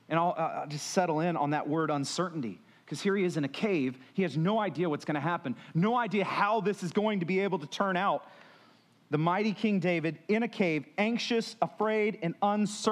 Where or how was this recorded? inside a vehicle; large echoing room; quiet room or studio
large echoing room